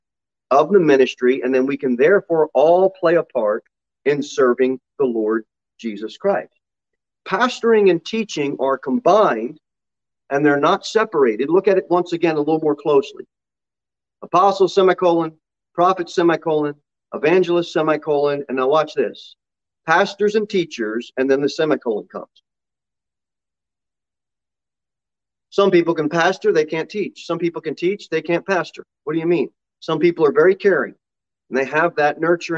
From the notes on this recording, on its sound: Sermon delivered at Pilgrim Baptist Church on Sunday, January 2, 2022, at 11:15 am. Jere Whitson Rd.